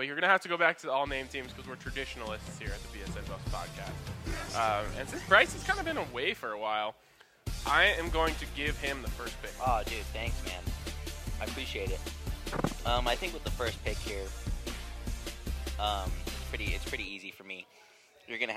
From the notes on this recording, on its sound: record live from the grounds of their new presenting sponsor Blake Street Tavern